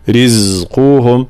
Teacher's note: حرف الزاي في صفة الجهر خاصة، لماذا صفة الجهر؟ لكي لا يصير مخلوطا أو شبيها بحرف السين، فلا نقول رزقهم رزقهم، لا رزقهم، مع طبعا ترقيق وبيان حركة الكسر في الراء، لا نقول رزقهم ر، لا ري رزقهم هكذا.